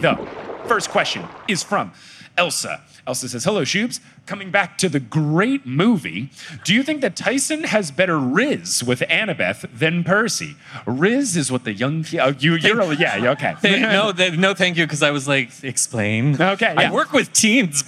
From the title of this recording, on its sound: LIVE in San Antonio!